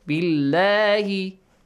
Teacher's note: Ansari ilallah again lam is pronounced heavily qala al hawariyuna tashdid an ya pay attention nahnu more throaty sound ansarullahi wa amanna nun mushaddad billahi lam here With a light sound, yes, because there is a kasra sound before